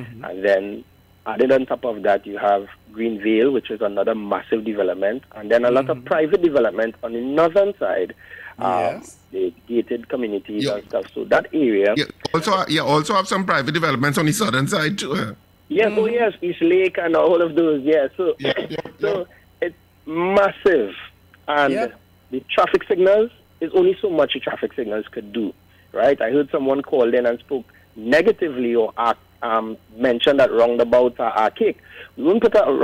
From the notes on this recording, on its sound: we take more calls from the audience